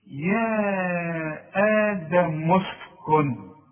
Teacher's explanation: يا آدم اسكن، عندي ألف عليها راس صاد، العلماء بيسموها همزة وصل. همزة الوصل دي لا تنطق إذا كانت بين كلمتين